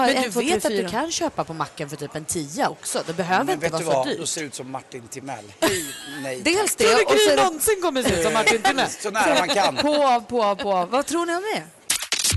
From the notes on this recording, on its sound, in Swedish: Live från Arlanda! Tävlar med resenärer på plats!